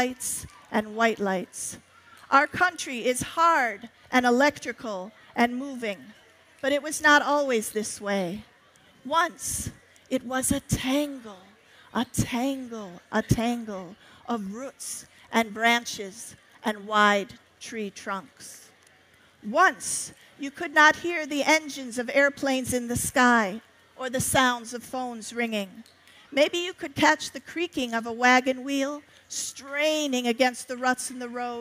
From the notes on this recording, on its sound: On the Family Storytelling Stage at the 2012 Library of Congress National Book Festival. 2012 National Book Festival.